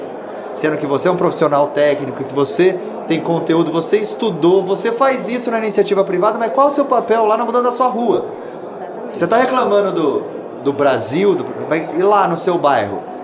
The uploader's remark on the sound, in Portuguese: Realizou o 2ºSimpósio Cidades Inteligentes, na cidade de Santos, litoral de São Paulo. Durante o evento, foi gravada uma série de podcasts.